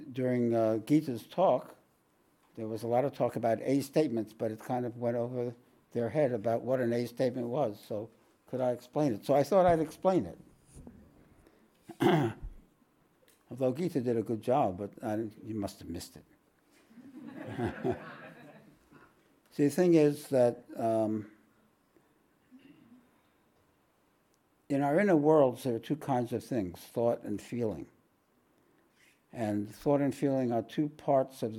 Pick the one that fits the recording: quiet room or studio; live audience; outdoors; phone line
live audience